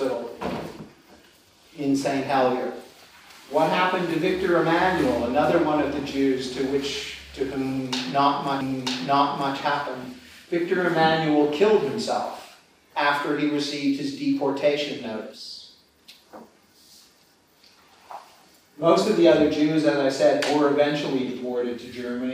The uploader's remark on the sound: This paper was given on 7 March 2013 at the German Historical Institute London as part of the European Leo Baeck Lecture Series London, 2013.